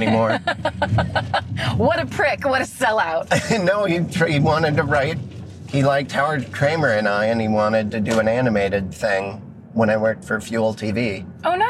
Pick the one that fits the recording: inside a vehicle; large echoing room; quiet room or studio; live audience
inside a vehicle